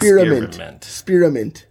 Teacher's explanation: spearmint is a two-syllable word, but everybody says it and makes it sound like a three-syllable word